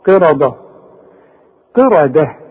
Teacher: وبعدين الراء مفخمة ورقق لي الدال احسن تطلع معاك ايه ضاد